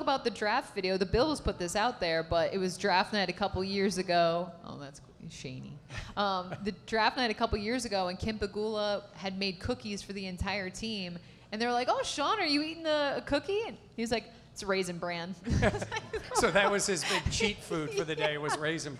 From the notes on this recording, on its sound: live event at Three Heads Brewing in Riochester